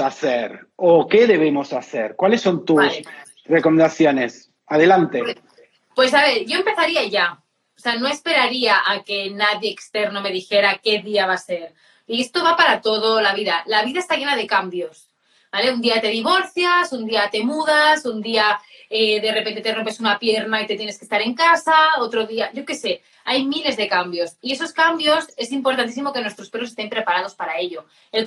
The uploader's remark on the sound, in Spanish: directo de Instagram